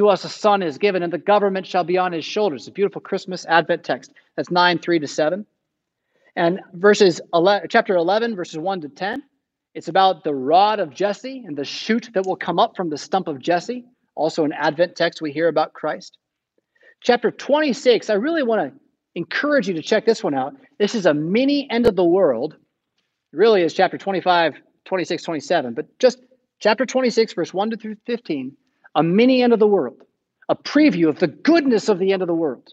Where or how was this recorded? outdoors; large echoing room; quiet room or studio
large echoing room